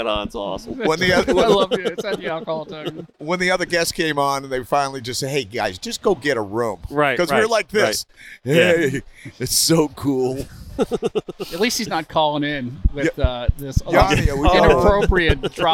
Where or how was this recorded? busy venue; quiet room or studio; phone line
busy venue